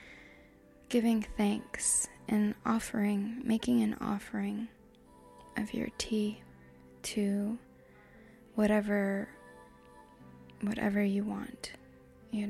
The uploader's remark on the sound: I describe my tea scene, amidst a distracting atmosphere of sounds.